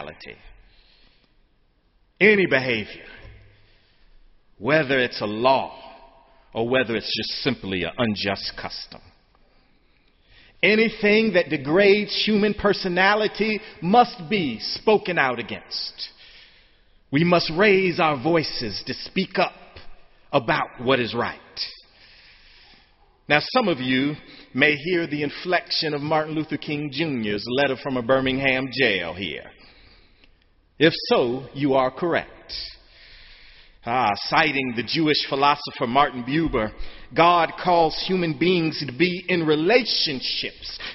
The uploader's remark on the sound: sermon on Senior Sunday, the Last Sunday of Spring Term, May 26, 2013, in the Memorial Church